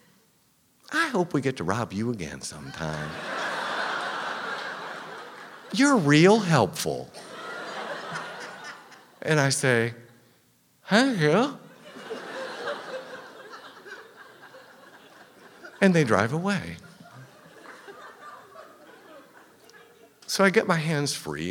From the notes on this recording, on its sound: The Moth Live in Austin, TX